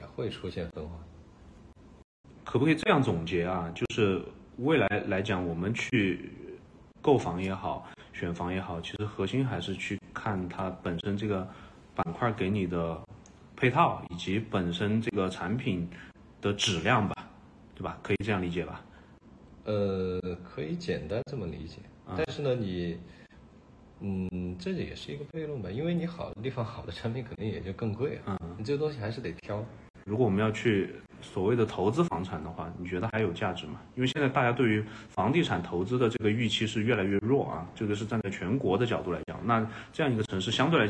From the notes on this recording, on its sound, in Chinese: 首次录播客，录音、剪辑、制作都还有点把握不住，先说声抱歉。